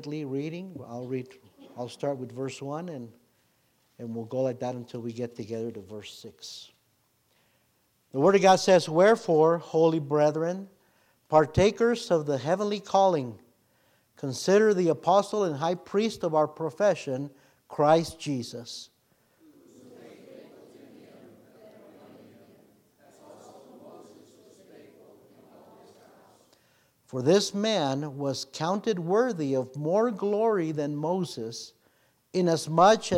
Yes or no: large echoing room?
yes